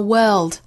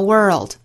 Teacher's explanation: 注意在英音之中一般是不会出现卷舌的 r 这个动作的 · Shown in: first take · 一般来说会对应到不同的元音之中而美音呢单词内只要看到字母 r 一般是要做卷舌缩舌的所以这个词美音之中发 world.